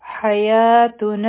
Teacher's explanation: ح به د حلق نه وایو یا به دوه حرکا را کاږو.